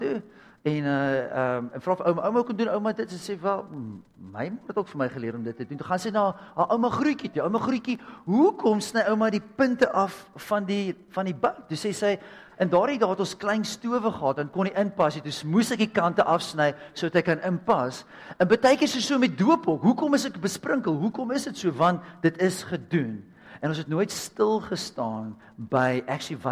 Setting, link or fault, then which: setting, large echoing room